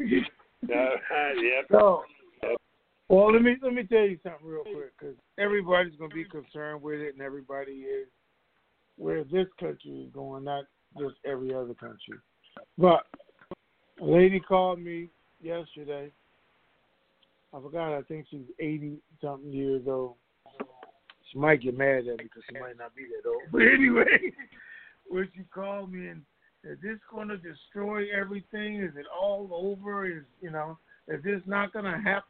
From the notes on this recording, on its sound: TNTSuperfantastic Conference Call